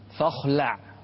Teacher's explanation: إني أنا ربك فاخلع عليك إنك بالوادي المقدس طوى. يعني فخم الخاء ورقق اللام. فاخلع.